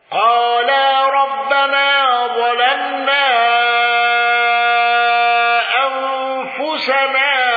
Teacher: الأزرق بترقيق لام ظلمنا واندرج معه النقاش وحمزة